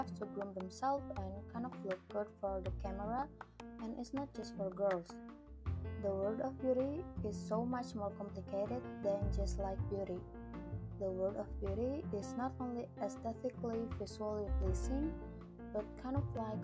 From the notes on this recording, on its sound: Cuz this is my first podcast, so I want to apologize if there are inconveniences for you while listening to this podcst such as inconsistent audio. Becarefull with the inconsistent audio !